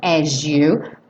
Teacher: a gente ganhou aí um som de J nesse S, as you. Mas, obviamente, você pode falar as you.